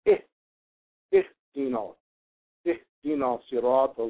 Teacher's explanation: this kesra sound, sometimes, instead of it being a pure E sound, it becomes a I sound, as in itch. We have it in the olfactory where we say, I dino siroto.